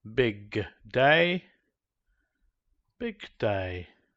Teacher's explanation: The k sound is soft and barely heard, which makes the I sound more obvious, while pronouncing the voiced g would draw attention to itself and away from I.